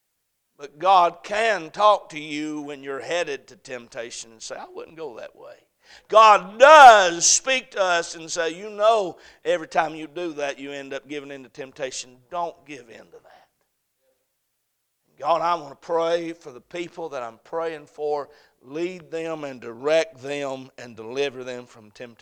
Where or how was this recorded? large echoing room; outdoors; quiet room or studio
large echoing room